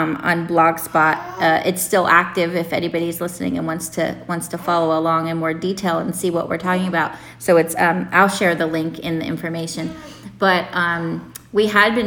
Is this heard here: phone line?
no